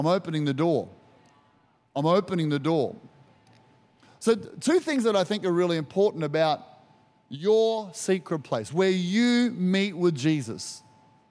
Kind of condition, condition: setting, large echoing room